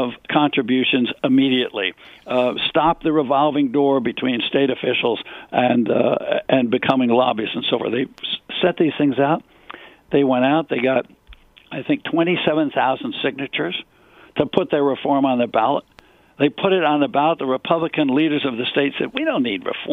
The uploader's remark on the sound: answers listener phone calls